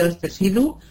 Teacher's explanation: ان انا اساوي في الزمن بين السين والشين في كلمة واحدة اللي هي واستشهدوا، وكمان اطول ايه جرعين الصوت فيهم، اطول زمنهم شوية. · Term: زمن السين الساكنة والشين الساكنة